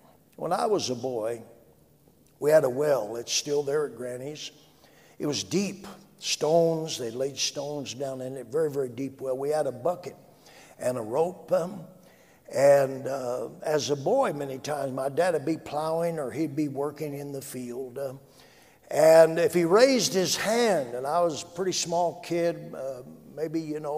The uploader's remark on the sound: A message from our Sunday evening service. During the 2020 Prescott Summer Conference.